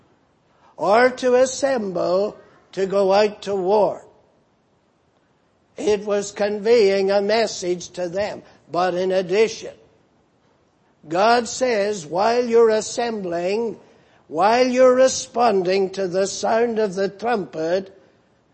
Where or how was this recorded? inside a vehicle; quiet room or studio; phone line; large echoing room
large echoing room